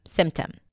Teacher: Usually when the P appears between two consonants, especially if the first one is an M, it often drops, like here, symptom.